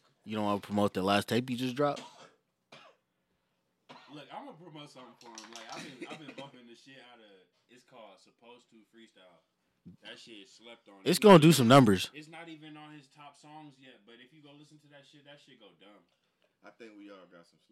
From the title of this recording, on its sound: Technical Difficulties